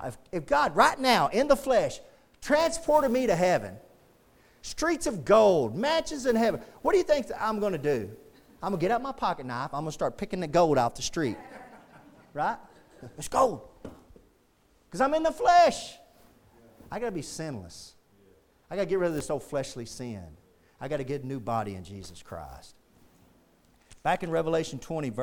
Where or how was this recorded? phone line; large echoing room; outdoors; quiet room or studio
large echoing room